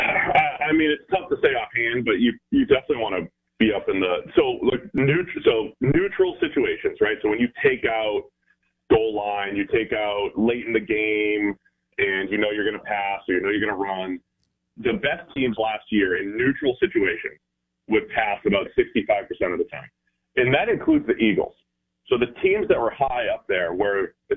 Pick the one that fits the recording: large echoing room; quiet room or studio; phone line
phone line